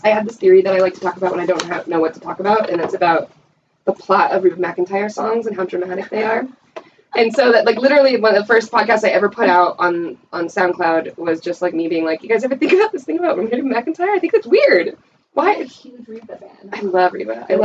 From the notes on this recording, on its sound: The first 15 minutes had audio technical difficulties but smooths out.